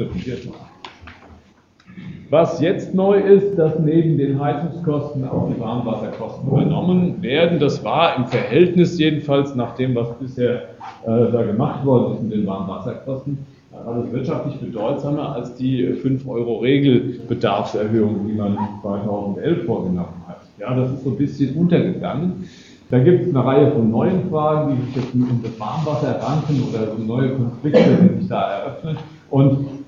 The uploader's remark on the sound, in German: Gekürzter Mitschnitt eines Vortrags. In Darmstadt.